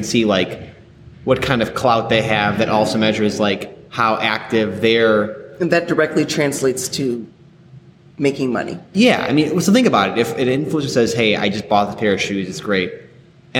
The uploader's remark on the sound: deal with a bit of echo with the audio file